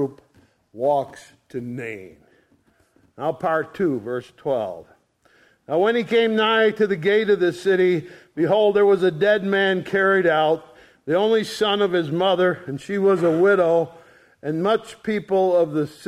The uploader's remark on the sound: ESCBC Sunday Morning Service recorded on 02/19/2023